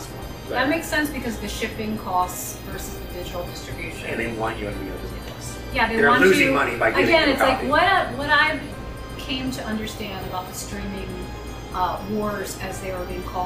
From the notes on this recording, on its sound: We are recording LIVE from Vault 5421 inside Gods & Monsters in Orlando Florida